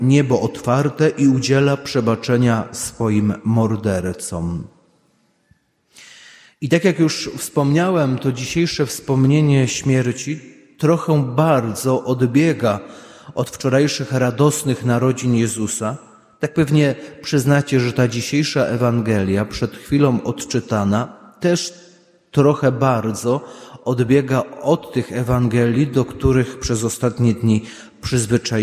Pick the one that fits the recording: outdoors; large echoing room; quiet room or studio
large echoing room